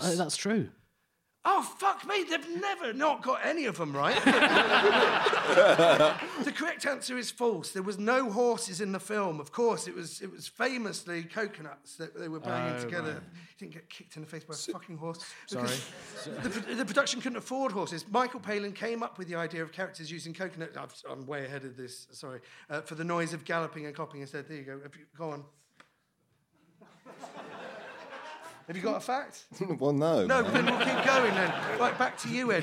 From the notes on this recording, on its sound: Recorded in front of a packed room at the 2022 London Podcast Festival